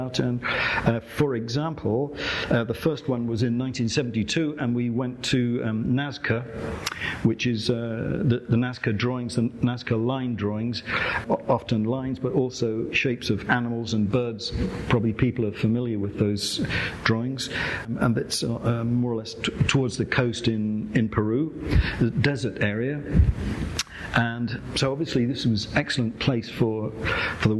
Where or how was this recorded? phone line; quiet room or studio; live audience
live audience